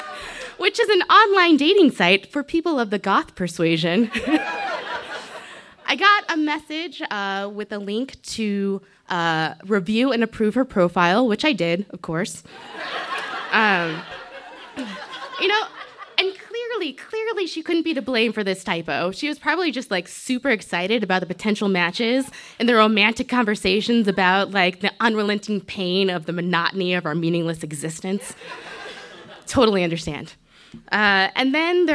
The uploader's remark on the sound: This story was recorded live on 19 April 2017 at Buntport Theater in Denver, CO.